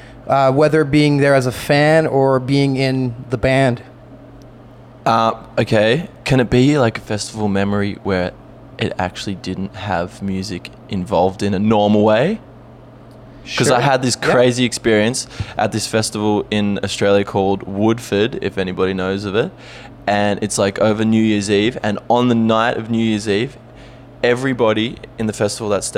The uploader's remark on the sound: Those are the interview we did at FME during the festival.